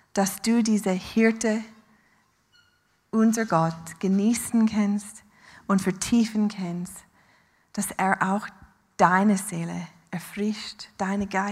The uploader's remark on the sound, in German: Live aus Winterthur der Dienstagsgottesdienst